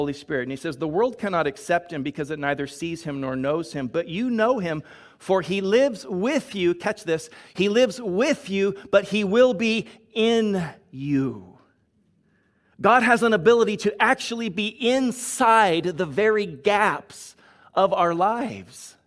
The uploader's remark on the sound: Delivered on 27 February 2022 at Grace Church of La Verne